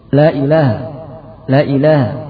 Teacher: Kesalahan pertama adalah memendekkan lam yang pertama sehingga menjadi la ilaha.